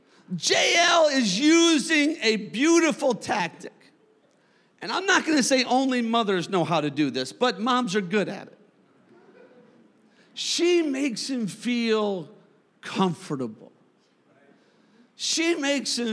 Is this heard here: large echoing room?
yes